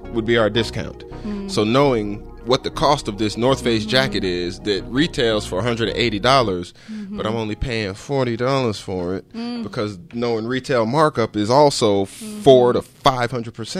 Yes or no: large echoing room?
no